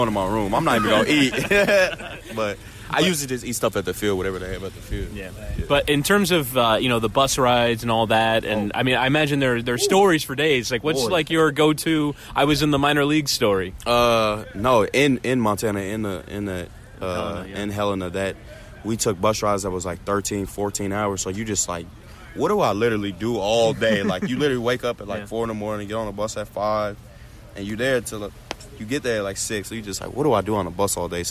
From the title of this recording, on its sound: Live From Spring Training